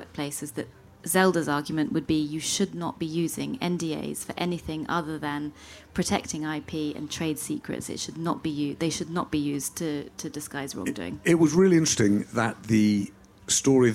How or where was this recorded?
busy venue